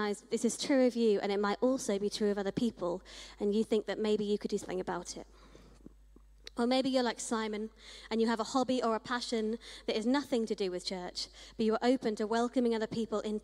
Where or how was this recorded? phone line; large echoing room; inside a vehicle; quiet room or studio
large echoing room